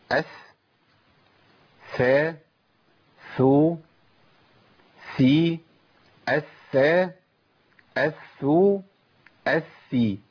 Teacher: مخرج الظاء والذال والثاء طرف لسان مع اطراف الثنايا. بكررها تاني، مش لساني خارج او تحت اطراف الثنايا، مع.